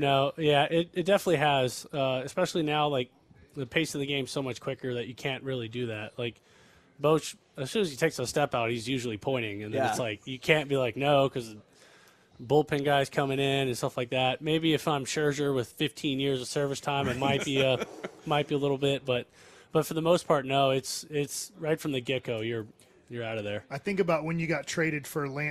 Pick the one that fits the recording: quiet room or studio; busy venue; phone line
busy venue